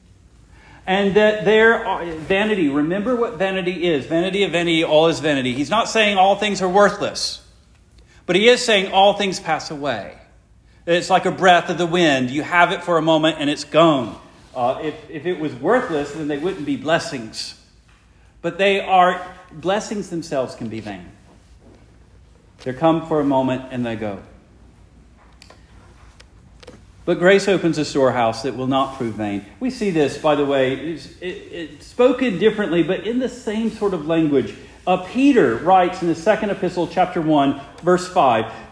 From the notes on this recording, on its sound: Preached the morning of July 16, 2023, for the Heidelberg Presbyterian Church in Heidelberg, Mississippi.